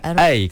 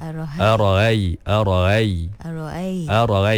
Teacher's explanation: Ini hamzah yang telah diringankan. · Shown in: second take